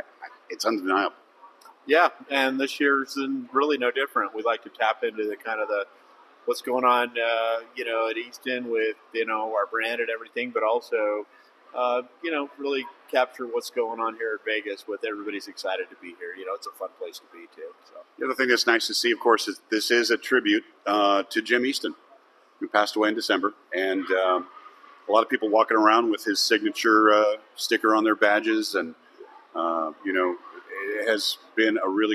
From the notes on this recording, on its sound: Live from Vegas! Live at The Vegas Shoot for the usual annual shenanigans.